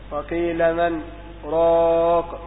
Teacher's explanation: وقيل من راق، وقدرها حركتين، قدر السكت مقدار حركتين بمقدار نطق الألف، لأن الرواية فيها بوجوب السكت، والسكت يمنع الإضغام.